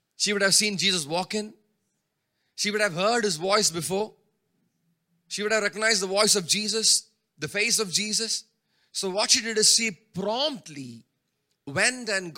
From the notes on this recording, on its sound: preached at Sunday Service on 14 May 2023 at Revelation Church